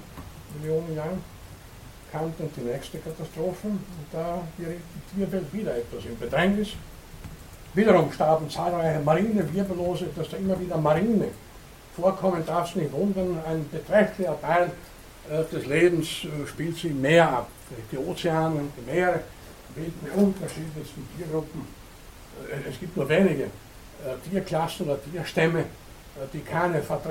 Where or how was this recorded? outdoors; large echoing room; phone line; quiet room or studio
large echoing room